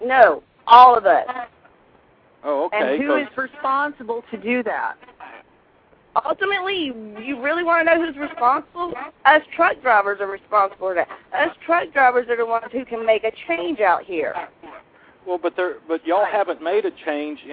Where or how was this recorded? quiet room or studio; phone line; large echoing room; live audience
phone line